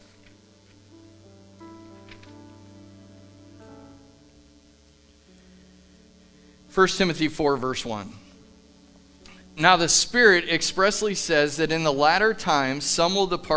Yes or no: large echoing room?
yes